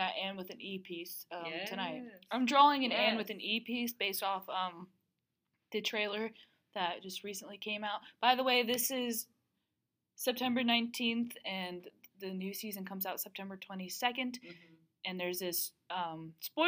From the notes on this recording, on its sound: we're still adjusting to the audio setup.